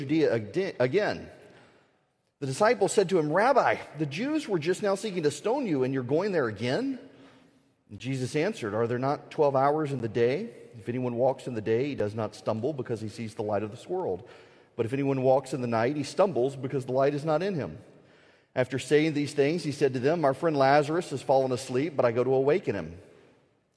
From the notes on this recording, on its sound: The speech was at the Ethics and Religious Liberty Commission's 2018 annual conference.